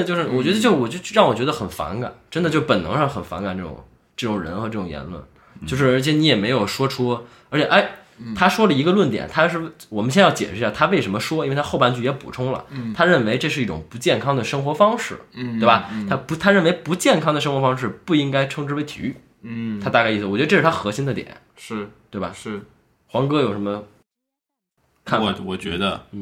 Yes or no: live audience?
no